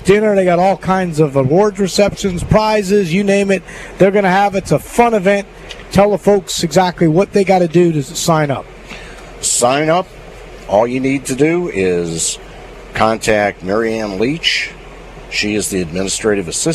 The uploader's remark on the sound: LIVE from Terry Thompson Chevrolet!